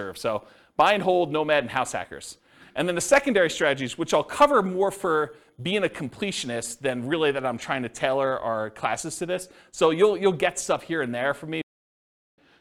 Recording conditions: live audience